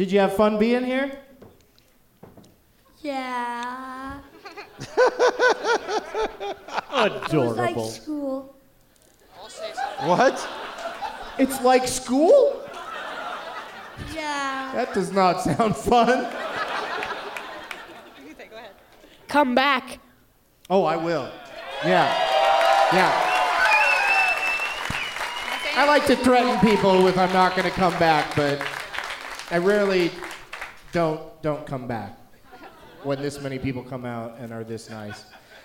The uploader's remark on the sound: Live from the Knitting Factory in Boise, ID